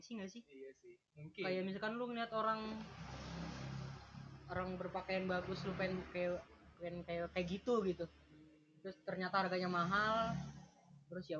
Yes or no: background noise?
yes